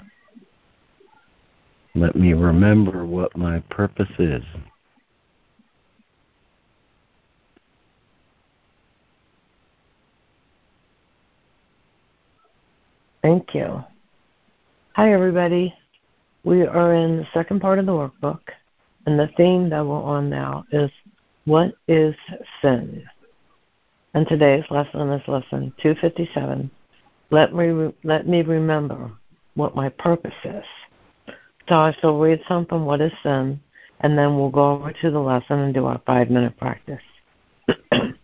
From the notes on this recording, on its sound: ACIM Daily Conference Call.